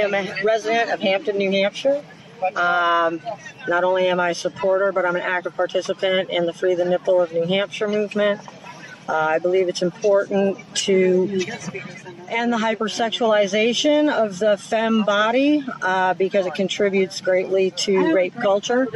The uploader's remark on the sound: Women speak out on Go Topless Day at Hampton Beach. Women at Hampton Beach share their thoughts on Go Topless Day at Hampton Beach, an annual national event held Sunday, Aug.